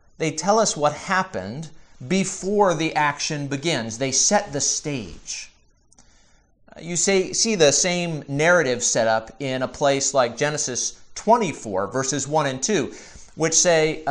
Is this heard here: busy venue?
no